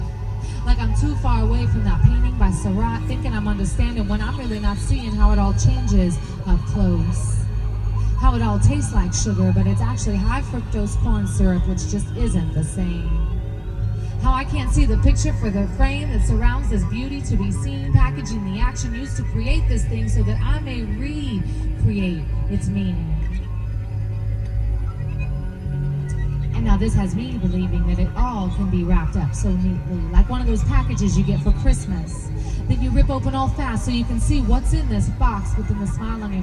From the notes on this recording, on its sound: Flipside 2007, the Symphony of Construction, has come to a close. Here are a couple of brief clips of some of the fantastic original music you might have heard wandering Pyropolis, as well as some thoughts I recorded during the event.